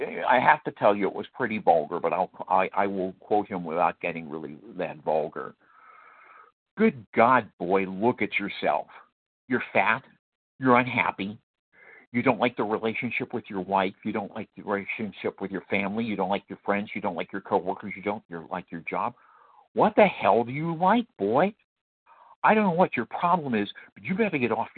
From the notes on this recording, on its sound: qualification from the 100 Pounders Phone Meeting